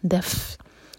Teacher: فا پر پھونکی آواز آنی چاہیے